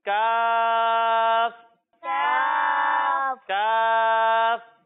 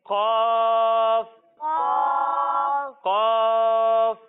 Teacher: جب ہم کاف کی ادائیگی کریں گے تو اسے باریک پڑھیں گے، اور جب ہم قاف کی ادائیگی کریں گے تو آپ کو یہ یاد ہوگا کہ قاف حروف مستعلیہ میں سے ہے، یعنی ان حروف میں سے ہے جن کو موٹا پڑھنا ضروری ہے · Shown in: second take · تو اس قاف کو ہم موٹا کر کر پڑھیں گے.